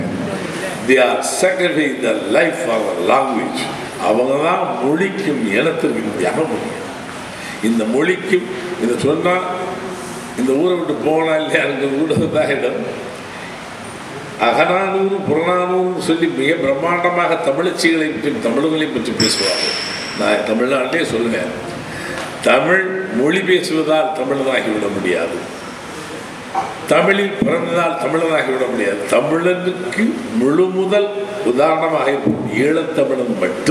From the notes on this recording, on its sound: speech at Batticaloa event